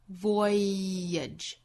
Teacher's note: it's a woman too beautiful.后面 it's a voyage too long,Voyage 这个词是一个外来词，所以读起来大家会觉得有点不同。我们来看这个词呢，应该是有两个部分，一个是 void, 第一个音节包含双元音 oi,第二个音节呢是元音 a,再加后面的纸的发音，那么就是 edge,两个音节连在一起读，必然会产生中间一个小小的 y 来连贯 voyage,所以这个词应该读成 voyage,那这是一个外来词哈，所以读起来会有一点点怪。It's a voyage too long, perfume too strong.